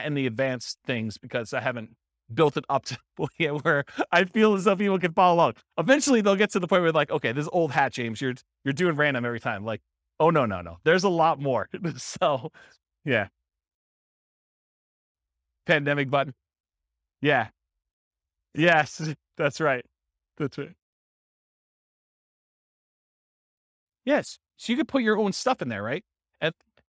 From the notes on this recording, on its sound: This was a live class recorded